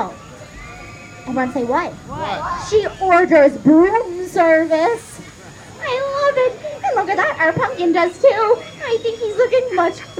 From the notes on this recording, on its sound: I’m playing you sounds of Halloween from all over the country. This is more like a Halloween mix tape featuring recordings from shows and walkthroughs. Magic and Mirth at the Birdcage Theatre. Castle Dark Opening Ceremony. Oogie Boogie Bash. Los Angeles Haunted Hayride.